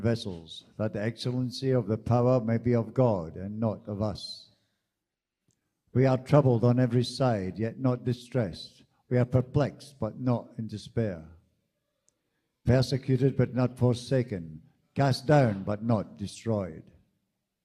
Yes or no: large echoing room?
yes